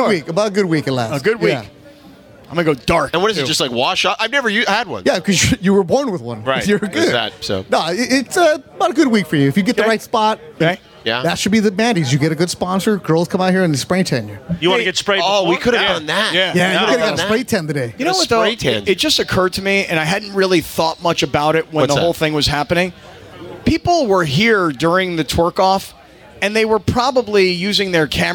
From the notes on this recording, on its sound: We are live from Bastard’s Canteen in Downey for the 247th Marine Corps Birthday & Veterans Day Bash!